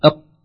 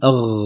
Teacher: بالنسبة للمخارج الغين والقاف قريبان قريبتان من بعضهما جدا. القاف أقصى اللسان والغين في أدنى الحلق. فلو ما انتبهنا ستطغى الغين على القاف وتحل محلها والقاف تحل محل الغين.